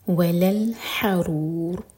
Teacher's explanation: حَا حَلَق سے اور ان میں را ساکن ہیوی